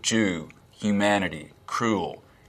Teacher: Which is that the vowel in words like goose, Jew, humanity, cruel, we will be cruel to the Germans, is fronter in the mouth, so Jew, humanity, cruel. · Term: goose fronting